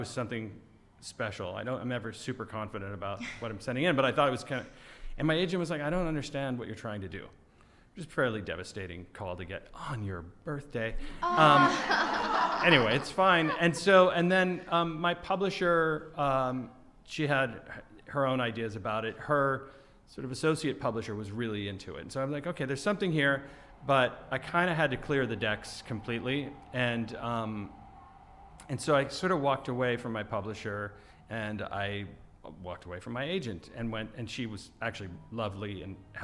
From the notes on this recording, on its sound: We turn the questions over to the audience around 37:00 minutes in!